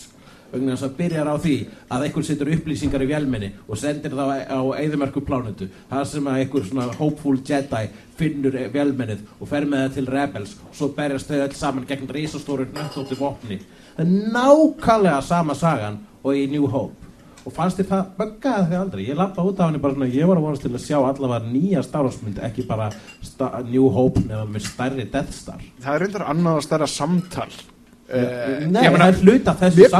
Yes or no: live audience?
yes